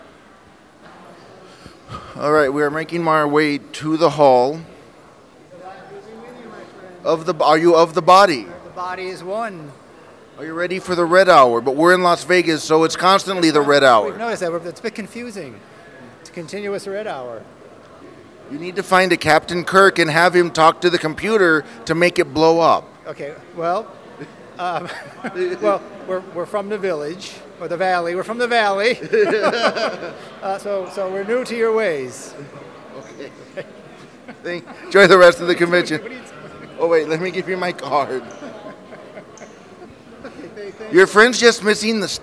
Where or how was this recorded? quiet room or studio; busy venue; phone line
busy venue